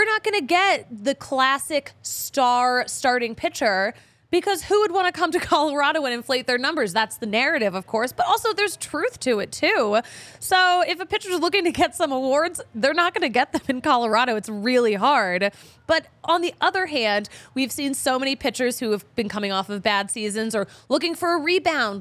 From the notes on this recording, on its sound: recorded LIVE at the DNVR Bar at Colfax & York!